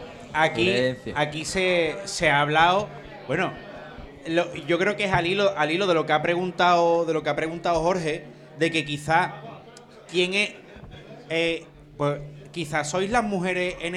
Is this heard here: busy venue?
yes